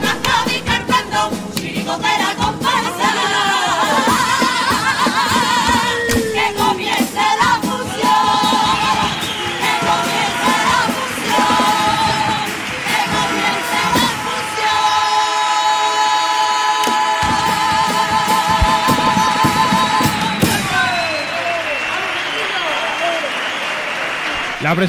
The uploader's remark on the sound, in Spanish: En los cuartos de final del COAC 2024. En directo desde el Gran Teatro Falla de Cádiz. La retransmisión del Concurso Oficial de Agrupaciones Carnavalescas del Carnaval de Cádiz 2024 en Onda Cero Cádiz.